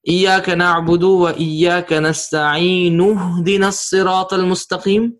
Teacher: the Hamzatul Wasl will get skipped